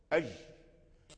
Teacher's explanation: الجيم والياء والشين يخرجان من لحمة الحنك